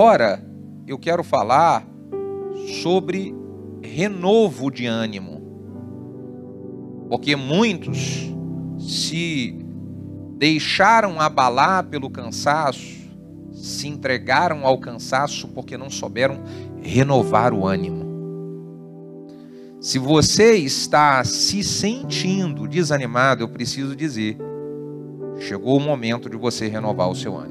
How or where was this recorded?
large echoing room